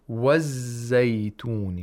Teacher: We hold the zay a little bit. We spend more time pronouncing the zay. It's weak fricative, I think.